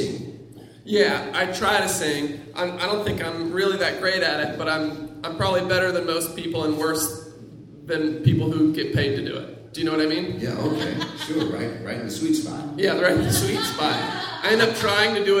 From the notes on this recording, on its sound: Live from the The PIT Underground in NYC